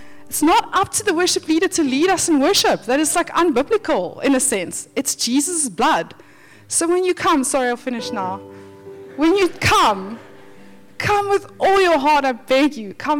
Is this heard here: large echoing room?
yes